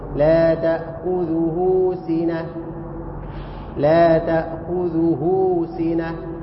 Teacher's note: في مد ورا الهاء حركتين